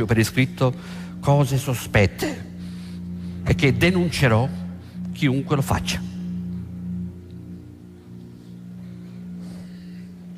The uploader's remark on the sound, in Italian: Registrato presso l'Auditorium di Roma il 15/03/08